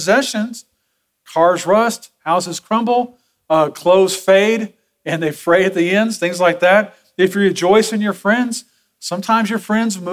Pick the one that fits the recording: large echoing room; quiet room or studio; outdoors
large echoing room